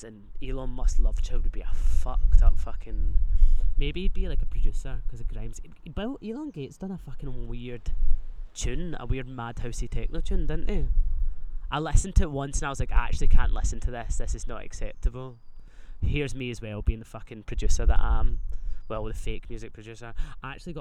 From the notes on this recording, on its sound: We've moved outside, voice memos threw the first brick at pride.